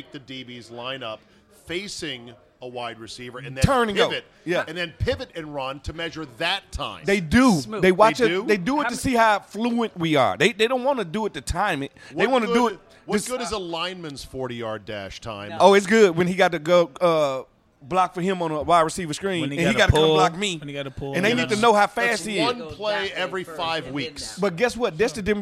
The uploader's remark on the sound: RECORDED LIVE at DC PRIME STEAKS in Ashburn VA.